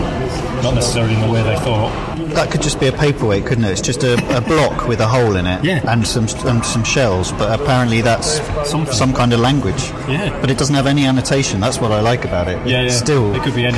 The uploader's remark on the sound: This week our podcasting curators visit the British Museum. A very noisy pub. This episode was recorded in an insanely busy British Museum by a decidedly amateur sound recordist.